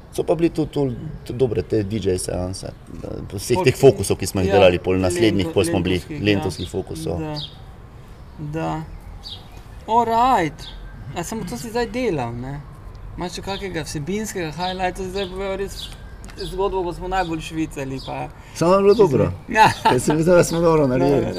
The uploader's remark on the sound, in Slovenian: na ulici pred hišo ter pred publiko